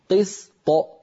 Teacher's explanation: ألصقت لساني على مخرج الطاء من غير صوت ثم باعدت بين اللسان وغار الحنك بصوت · Term: الطاء المقلقلة